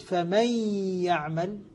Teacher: فإذا أدغمت النون في الياء قلت فمن يعمل، نطقت بالحرفين حرفا واحدا فأصبحت هنا ارتفاعة واحدة بدل ارتفاعتين